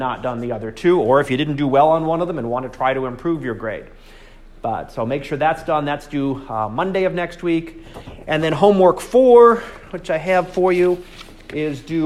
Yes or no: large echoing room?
yes